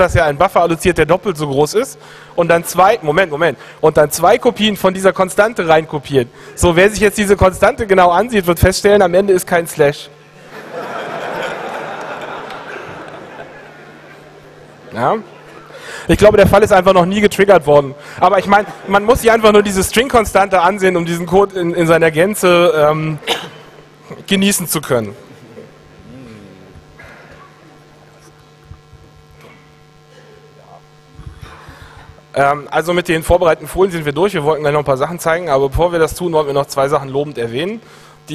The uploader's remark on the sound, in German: Das Literarische Code-Quartett (21c3). Auf der Bühne mit Publikum.